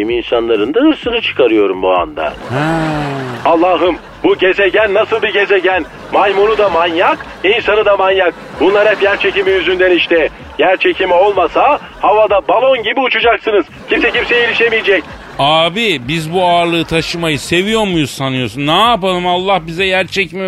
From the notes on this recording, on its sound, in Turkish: Telefon görüşmesi. Stüdyo konuğu.